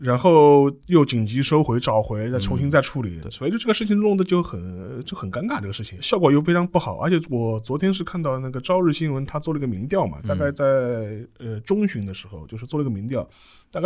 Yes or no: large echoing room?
no